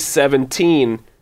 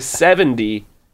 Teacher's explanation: It's the most misheard lyric, and I think it's just that essential difference of British and American T's. When we say 17, you have an aspirated T for an American, and when you say 70, the T is shortened.